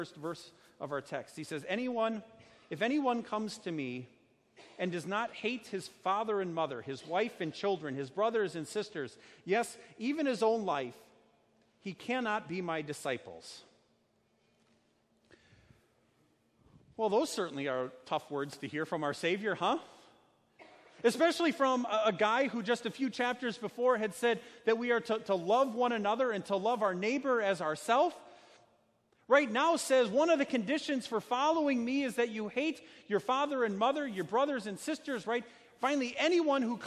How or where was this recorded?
large echoing room